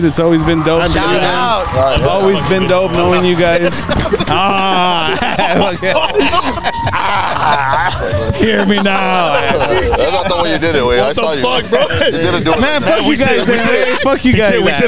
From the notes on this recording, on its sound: Live from the 78543 show in Elsa, Tx.